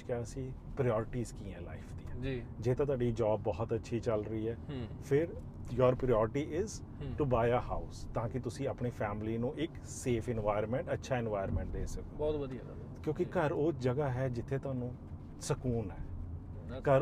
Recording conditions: inside a vehicle